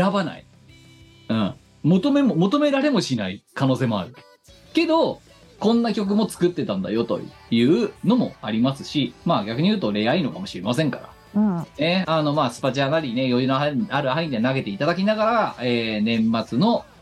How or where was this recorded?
video call